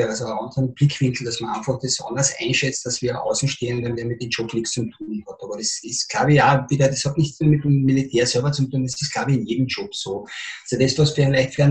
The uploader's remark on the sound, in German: Im Zoom-Interview